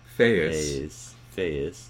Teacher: I may have intruded a glottal stop in there.